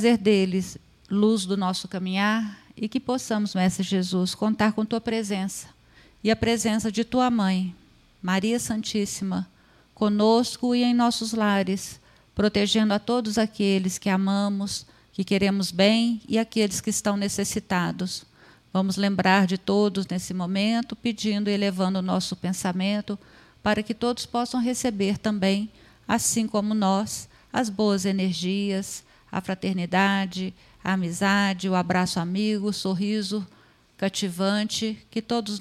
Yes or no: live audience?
yes